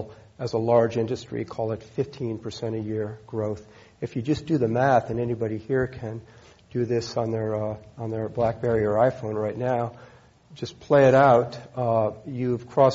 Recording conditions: live audience